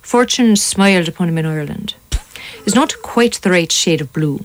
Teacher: in English, we say I, but in an Irish accent, we say oi, as in the word oil